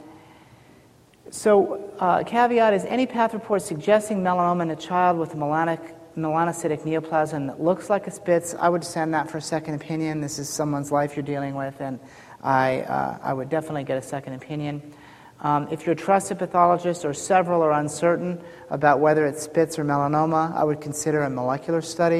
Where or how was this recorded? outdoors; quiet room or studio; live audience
live audience